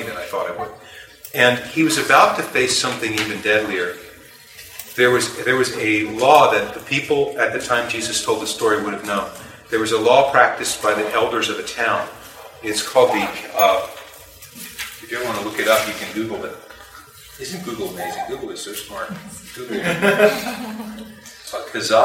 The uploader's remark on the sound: Please forgive the background noise.